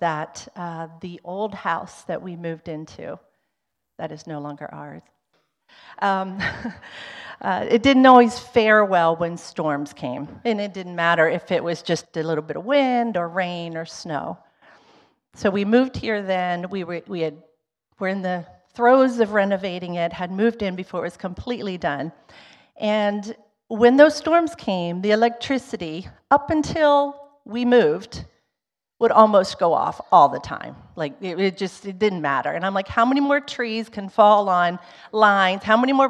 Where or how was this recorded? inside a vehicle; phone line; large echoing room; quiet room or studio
large echoing room